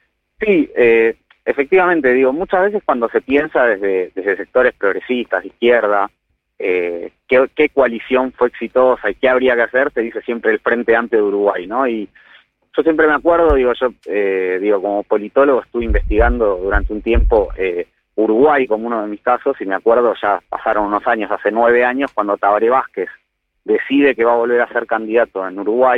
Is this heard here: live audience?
no